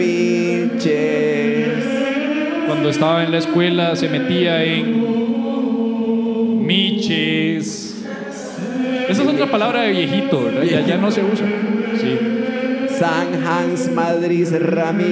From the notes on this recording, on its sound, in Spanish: En este episodio en vivo desde Artisán Brew Pub